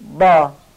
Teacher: به حالت یک دال بین دندانی درشت. یعنی زبون رو بین دندوناتون قرار بدید و سعی کنید یک دال درشت بگید.